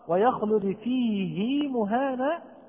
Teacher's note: قرأ حفص بصلة الهاء مع أنها وقعت بين ساكن ومتحرك